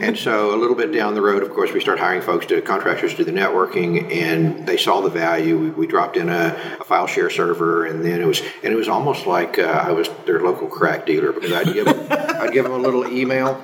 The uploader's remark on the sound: This interview was recorded in an echoey room with a single mic, so the sound quality is a little rough.